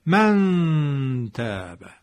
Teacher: نون مخفی میشه دیگه، از مخرج خودش در دهان اجرا نمیشه بلکه مخفی میشه. کجا مخفی میشه؟ توی فضای بینی. بر هم میگن اخفا شد، مخفیش کردیم.